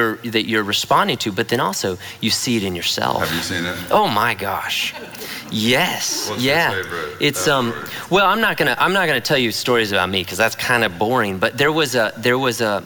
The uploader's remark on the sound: At The Story Houston's 4pm service on Sunday, August 18, 2019